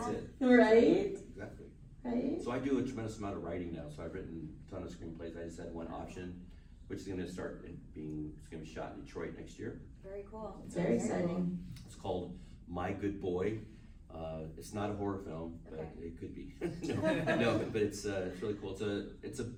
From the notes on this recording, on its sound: panel recorded at Days of the Dead Chicago on November 21, 2021